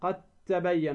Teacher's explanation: الدال في التاء حيث وقع، أينما وقع في كتاب الله، الدال الساكنة ثم بعدها تاء تدغم الدال في التاء قد تبين، ولا تقول قد تبين، هذا خطأ، تقول قد تبين فتدغم الدال في التاء.